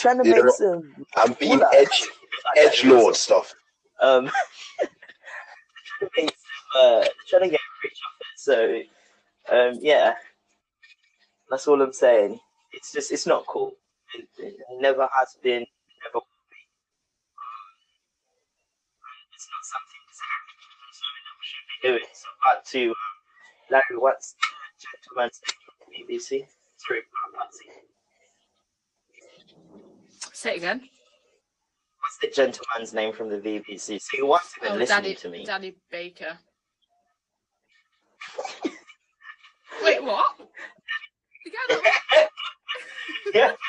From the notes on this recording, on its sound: BE AWARE OF SOUND ISSUES.